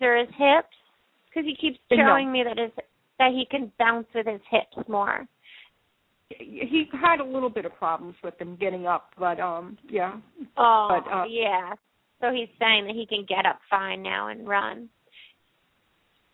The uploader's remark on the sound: open up the lines for listeners to call